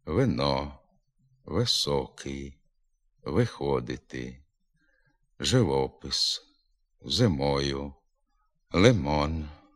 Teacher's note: Перед складом з наголошеним «о» на місці правописного «и» вимовляється середній звук між «и» та «е»